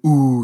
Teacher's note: make an oo sound and you notice that it comes from the back of your throat